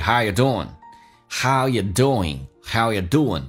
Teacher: But doing things, doing,我刚刚有讲过后鼻音可以发成前鼻音 ing 的形式